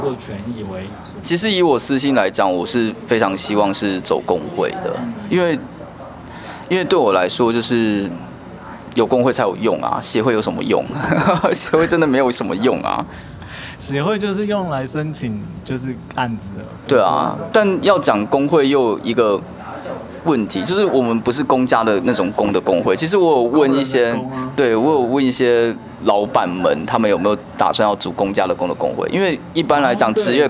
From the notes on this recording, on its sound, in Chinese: 錄音於性別友善咖啡廳 h*ours cafe。